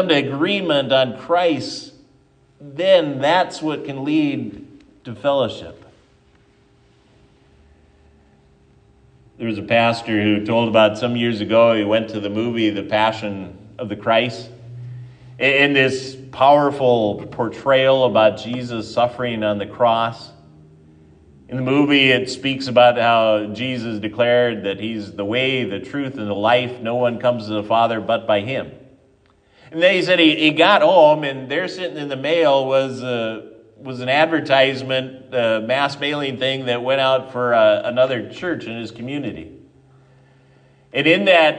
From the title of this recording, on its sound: at Triumph Lutheran Church, Ferndale, Washington